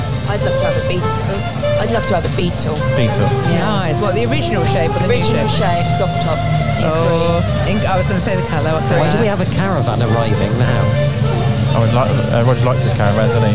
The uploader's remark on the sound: Collectively Camberley Car Show 2021. Were out and about on this special day in Camberley with the microphones and cameras, catching the atmosphere of the day, with the sights and smells that make up this annual event in the town.